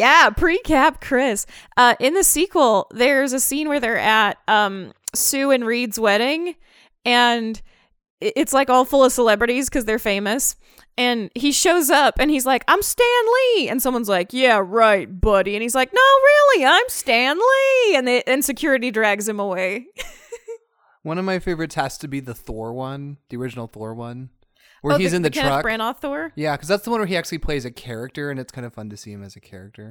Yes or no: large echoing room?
no